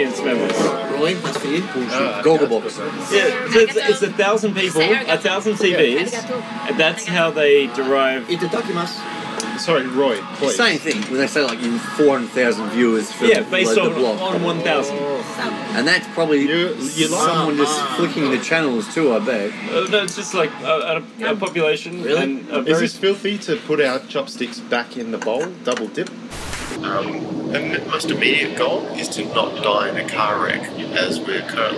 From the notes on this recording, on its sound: Your reward for waiting is one of the most ratty recordings we've ever put out! Recorded with my iPhone whenever I remembered to press "record".